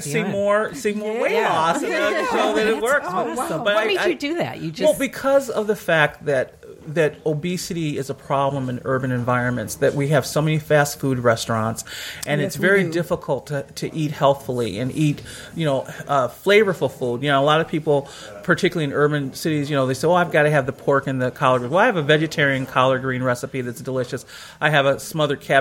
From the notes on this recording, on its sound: Live from the Motown Mansion Auction